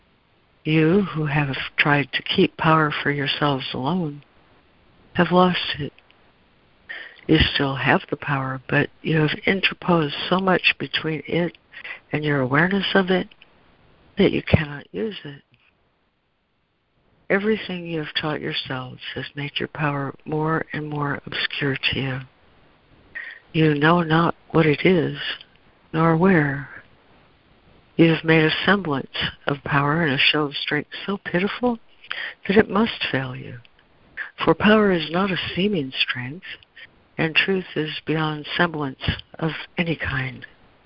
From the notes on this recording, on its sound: ACIM Daily Conference Call